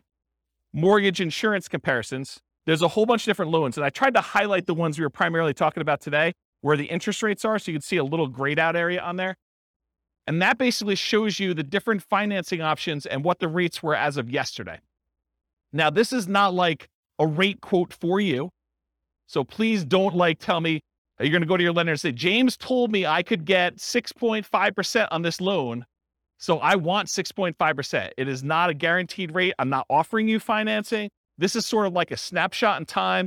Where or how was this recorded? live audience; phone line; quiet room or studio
live audience